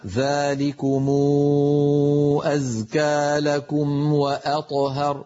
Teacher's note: وأطهر فخم الطاء وقلقليها مرة ثانية